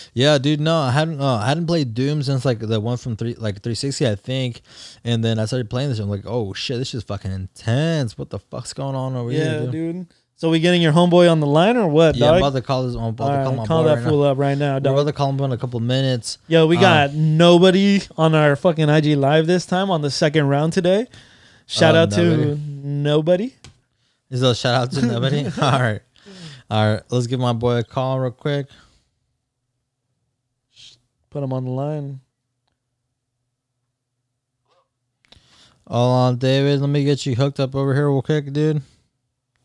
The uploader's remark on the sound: two guest join us via telephone call